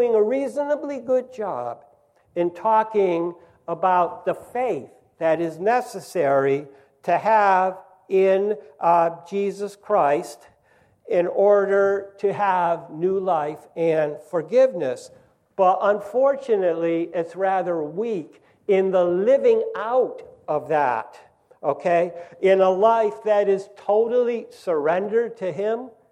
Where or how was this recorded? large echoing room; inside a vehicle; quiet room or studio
large echoing room